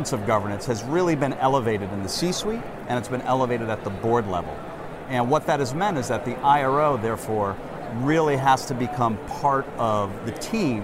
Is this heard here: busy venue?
yes